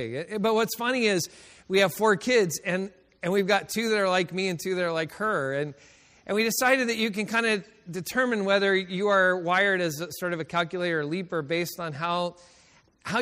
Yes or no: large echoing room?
yes